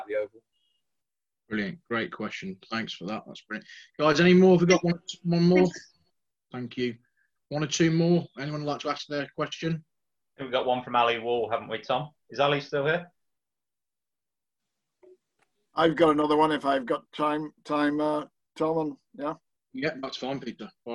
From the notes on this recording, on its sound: in a webinar originally recorded in 2020